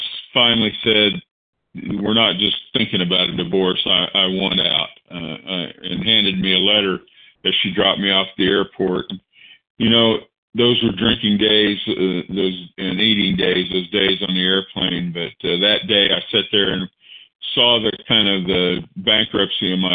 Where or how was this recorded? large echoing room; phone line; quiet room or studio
phone line